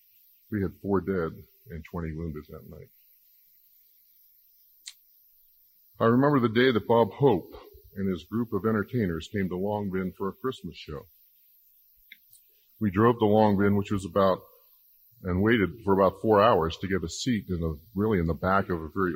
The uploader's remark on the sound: Chapel Service on 9/13. Listen in to the recording of Grove City College's Chapel service.